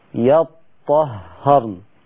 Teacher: قرأ شعبة بيطهرن بفتح وتشديد الطاء والهاء، هيفتح الياء طبعا، ياء الياء كده كده مفتوحة، يطهرن، فقرأ بفتح الياء وتجديد الطاء والهاء، يطهرن.